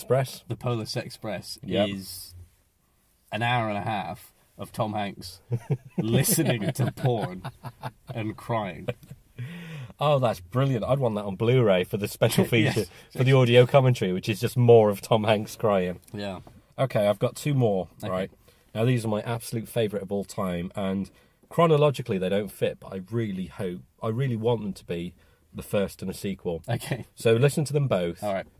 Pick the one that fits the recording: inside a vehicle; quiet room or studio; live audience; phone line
inside a vehicle